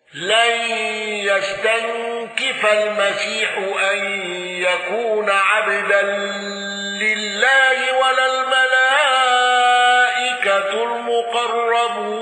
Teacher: خلاد بالسكت على المد المتصل